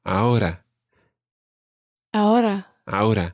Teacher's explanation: the R in ahora isn't really rolled. It's more like a flick that happens somewhere just above your teeth.